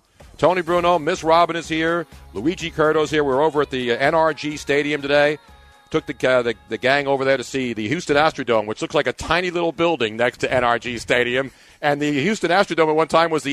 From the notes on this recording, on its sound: live from the #YahooSportsRadio Final Four Friday night party at Stately Gow Manor in Houston!